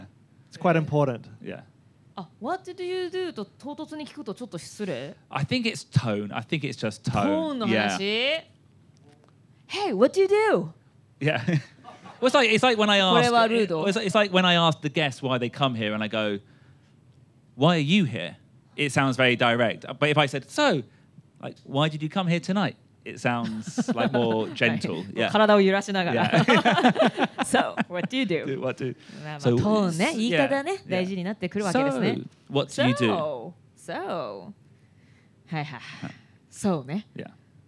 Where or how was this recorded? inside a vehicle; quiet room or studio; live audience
live audience